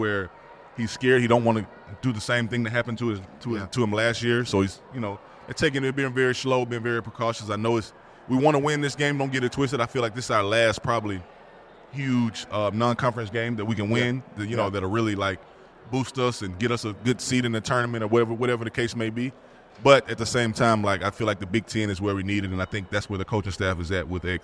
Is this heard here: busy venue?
yes